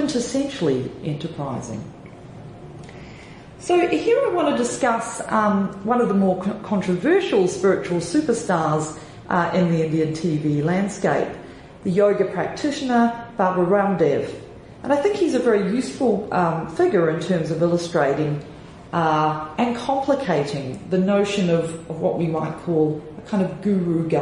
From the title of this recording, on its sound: Plenary Address FILLM Conference, India